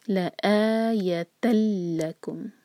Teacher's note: تا کو ہم سیدھا لام سے جوڑیں گے بغیر غنہ کے